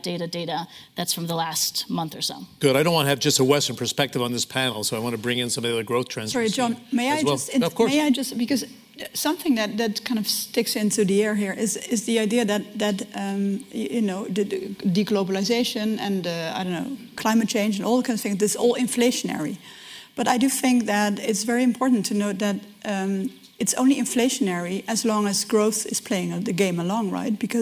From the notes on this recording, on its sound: This is the full audio of the Chief Economists Briefing session at the Growth Summit. This is the full audio of the Chief Economists Briefing session at the Growth Summit.